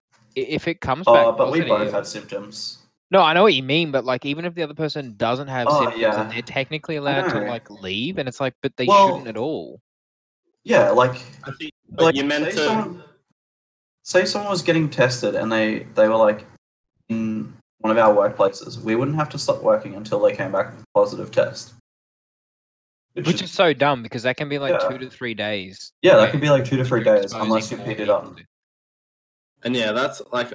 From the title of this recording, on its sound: NPP episode #14 technical difficulties